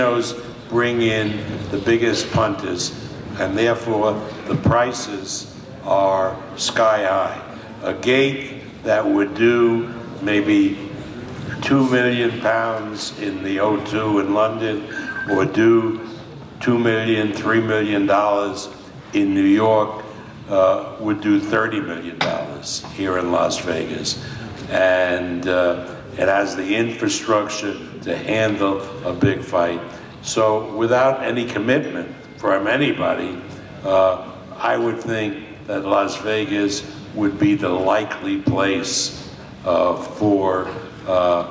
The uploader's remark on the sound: Full Post fight press conference (Las Vegas).